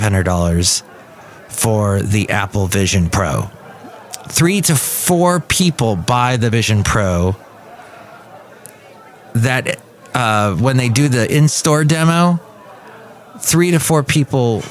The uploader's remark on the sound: podcasts live from Café Anyway